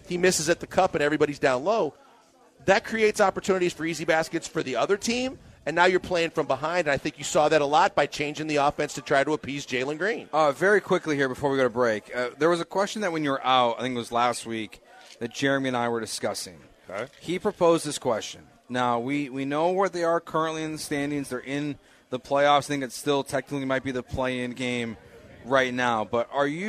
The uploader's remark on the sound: LIVE from Nick's Place for the 97.5 Christmas Party!